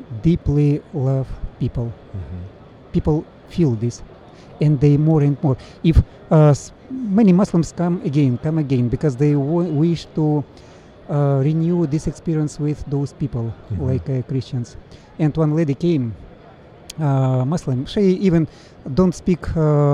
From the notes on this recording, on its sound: This episode was recorded on location at ASI International Convention in Kansas City, Mo.